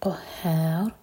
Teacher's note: ہا پر ہے شدہ تو قاف کو ہا سے جوڑیں گے اور پھر کھینچیں گے. قہار، ان میں رو ساکن ہے بھی، اور رو کو ساکن کریں گے تو مد عارض لسکون.